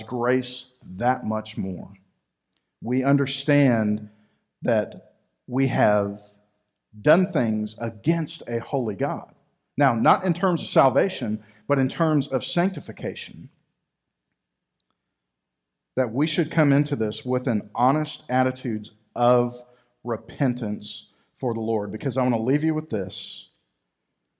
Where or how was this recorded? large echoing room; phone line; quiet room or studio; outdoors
large echoing room